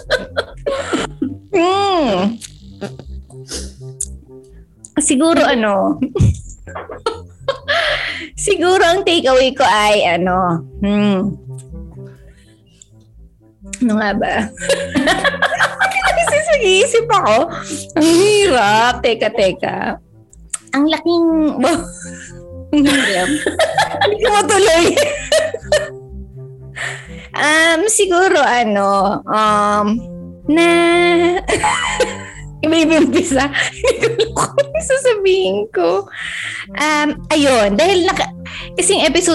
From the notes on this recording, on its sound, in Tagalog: Napakahina ng aming internet connection habang nagre-record nito.